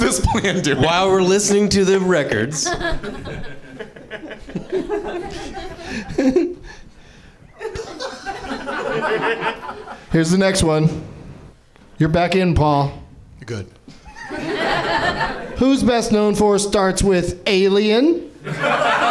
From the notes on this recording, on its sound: Live from the NerdMelt Showroom in LA